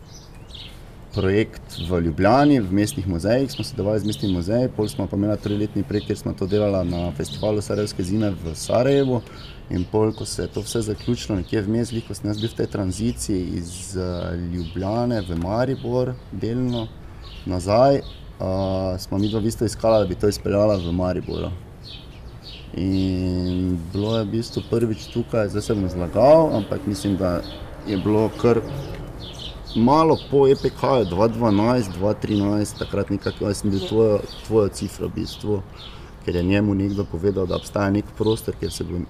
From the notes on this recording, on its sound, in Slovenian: na ulici pred hišo ter pred publiko